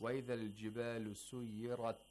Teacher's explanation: The ra in these verses have to be pronounced with tafkhim.